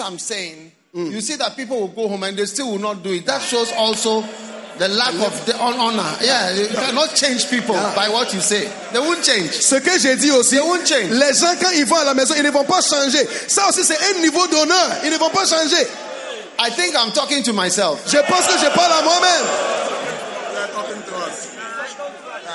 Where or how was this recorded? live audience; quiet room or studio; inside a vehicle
live audience